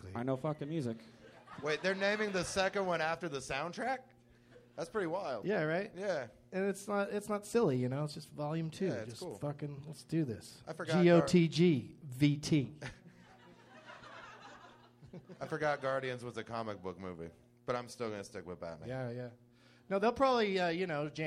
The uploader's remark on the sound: Live from The American Comedy Company in San Diego